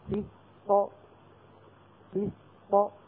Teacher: نعطي السين حقها من الرخاوة والصفير والهمس، ثم بعد ذلك نعطي القاف حقها من القلقلة